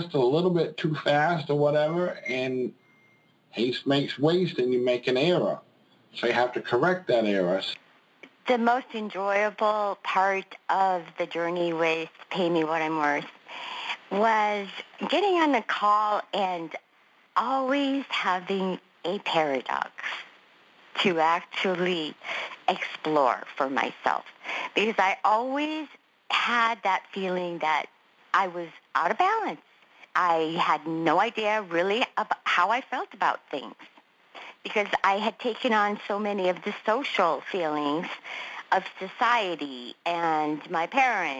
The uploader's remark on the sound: conference-call based classes